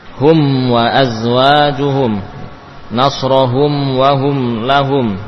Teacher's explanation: mim kalau bertemu dengan wawu tetap dibaca izhar, mimnya tetap mim yang jelas tanpa tambahan gunnah